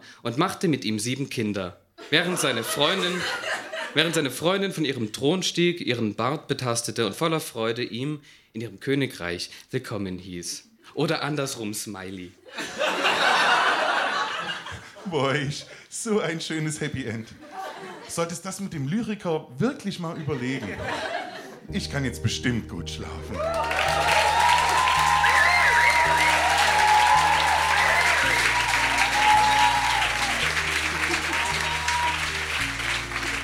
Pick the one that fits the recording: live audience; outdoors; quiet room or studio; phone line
live audience